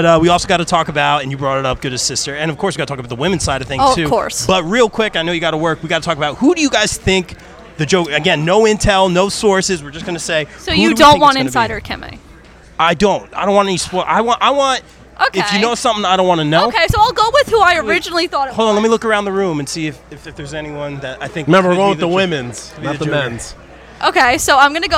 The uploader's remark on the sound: LIVE From Baltimore Celebfest